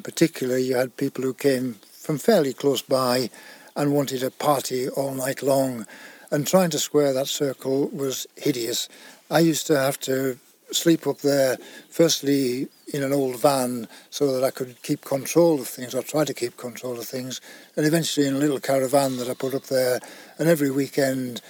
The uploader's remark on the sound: We don the Countrystride shorts for a balmy trip west into sylvan Eskdale. As we set out from the handsome farmhouse at Fisherground. Reflecting as we walk. We reach St Catherine's Church.